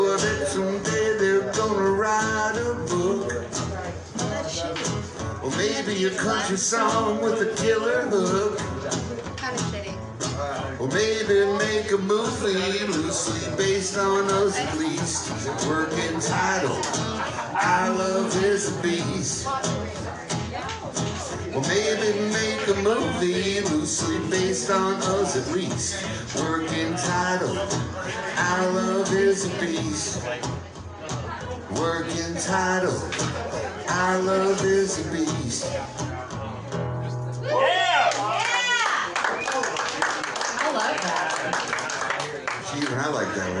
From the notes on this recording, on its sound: Live at Belcourt Taps an interview and live performance.